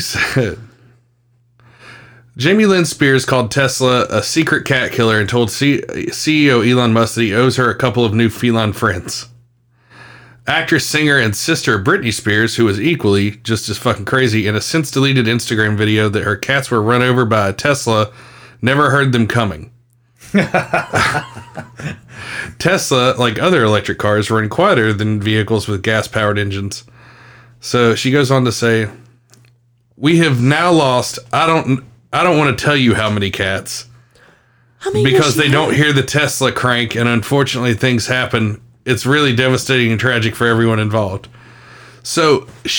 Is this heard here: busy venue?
no